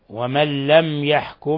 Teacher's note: ميم ساكنة جاء بعدها الياء الحكم التجويد إظهار شفوي